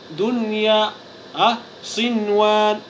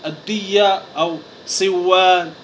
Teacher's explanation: فلا إدغام فيها، بل تظهر هذه النون الساكنة · Shown in: first take · فنقرأها دنيا، صنوان، وهكذا، فلا تقرأ الدية أو صوان، فلا تقرأ، فهذا خطأ ولحن.